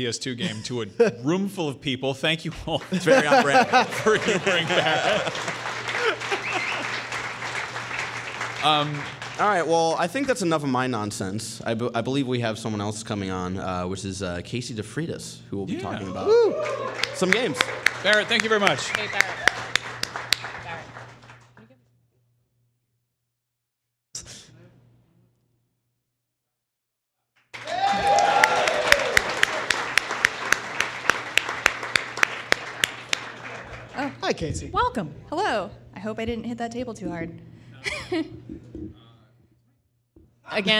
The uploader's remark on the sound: This episode of Beyond was recorded in front of a live audience!